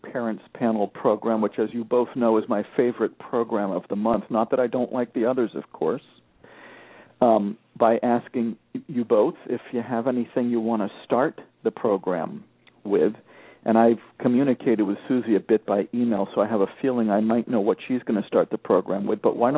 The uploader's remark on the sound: The Parents Panel -- along with a caller